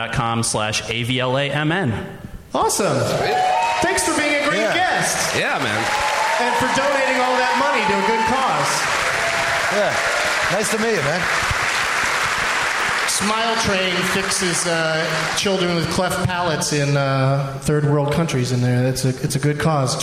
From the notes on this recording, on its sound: Live from the Woman's Club of Minneapolis